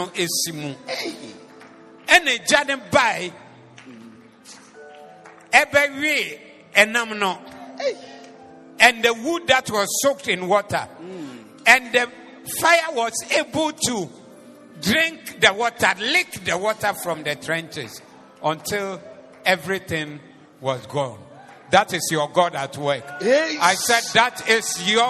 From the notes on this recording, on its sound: Preached at the Zeloo Service